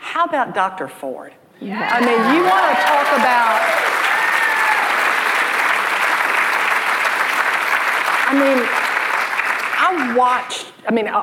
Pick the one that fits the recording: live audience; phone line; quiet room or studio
live audience